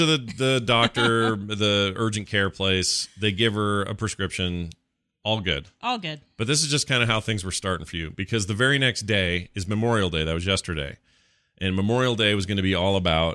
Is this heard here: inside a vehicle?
no